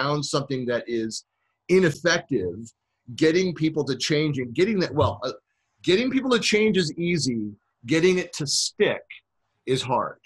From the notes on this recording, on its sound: Virtual keynote presented in January 2019 for SharePoint Saturday Virginia Beach (#SPSVB)